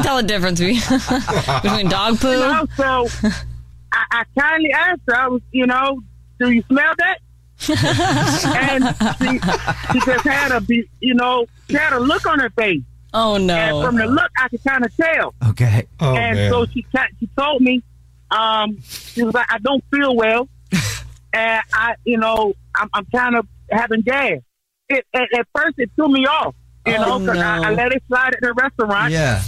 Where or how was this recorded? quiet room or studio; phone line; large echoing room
phone line